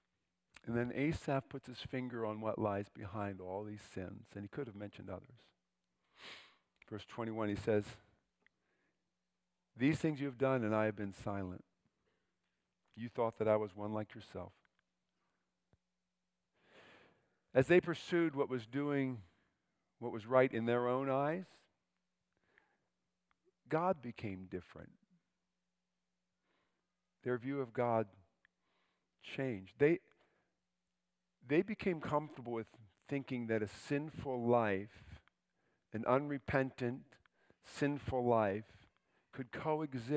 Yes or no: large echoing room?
yes